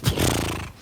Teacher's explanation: Ein bilabialer Vibrant, wie man linguistisch sagt.